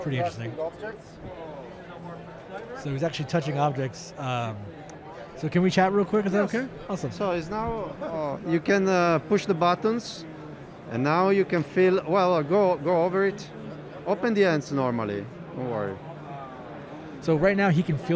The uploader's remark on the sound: Live” from AWE XR Santa Clara